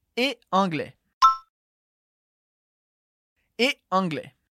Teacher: esse E se escreve ET, mas a gente não pronuncia o T, nem nunca faz liaison com esse E.